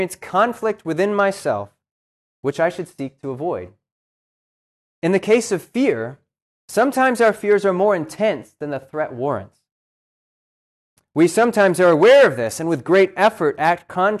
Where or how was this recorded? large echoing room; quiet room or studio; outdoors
large echoing room